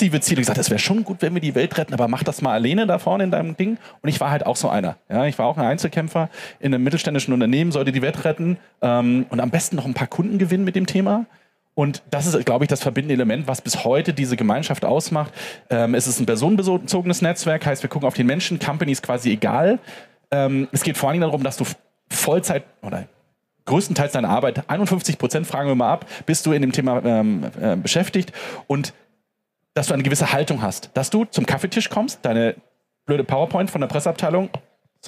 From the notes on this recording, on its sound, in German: auf der Bühne der Frankfurter Buchmesse